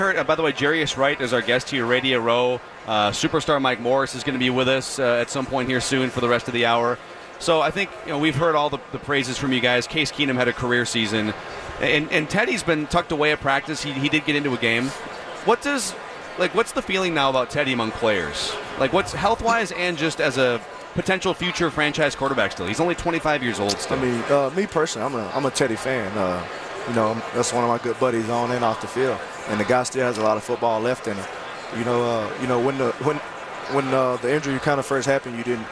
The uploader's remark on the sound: Live from Radio Row all week.